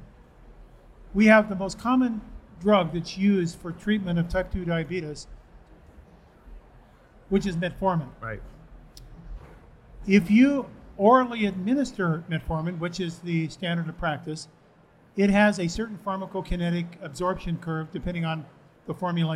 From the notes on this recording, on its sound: Live from A4M World Congress in Las Vegas. For a live Q&A session.